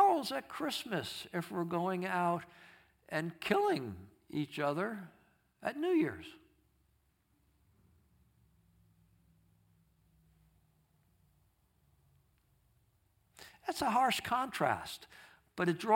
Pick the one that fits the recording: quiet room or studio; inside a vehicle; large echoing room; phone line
large echoing room